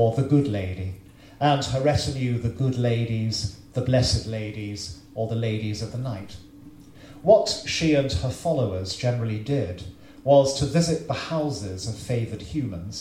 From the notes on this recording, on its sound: The Folklore Podcast releases from its archives a public lecture given in 2017.